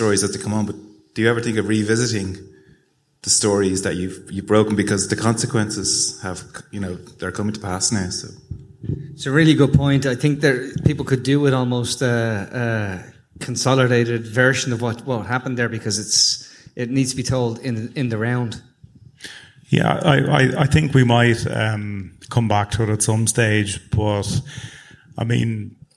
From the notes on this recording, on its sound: Live at the Sugar Club. Stay tuned 'till the end for a lively Q&A.